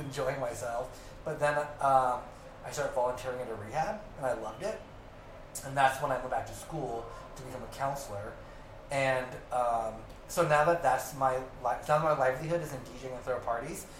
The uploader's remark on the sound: Yes we know the sound sucks. We messed up.